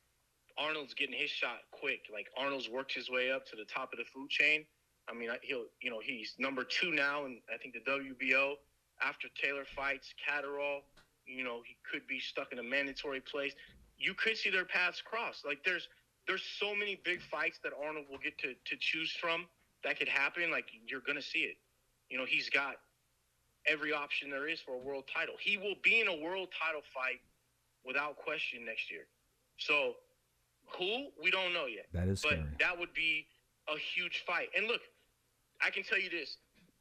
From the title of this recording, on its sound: on the phone with The Fighter's Voice